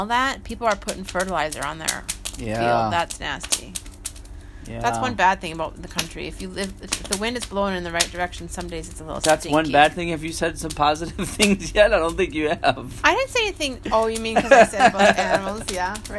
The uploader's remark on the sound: Live From Our Backyard. Sorry if the sound quality isn't that great.